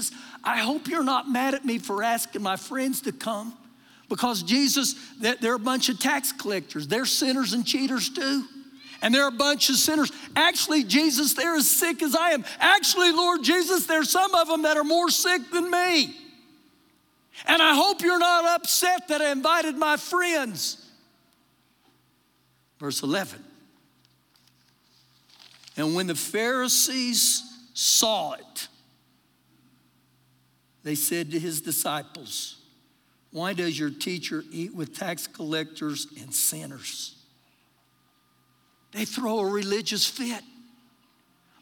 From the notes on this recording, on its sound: Recorded live during our Sunday morning service.